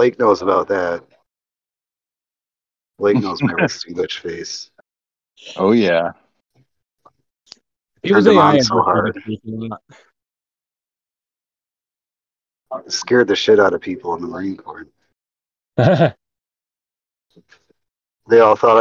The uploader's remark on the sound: Excuse the bad recording, two of us were on the road.